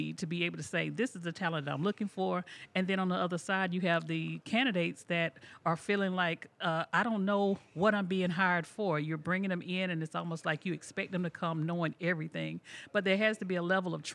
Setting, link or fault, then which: setting, busy venue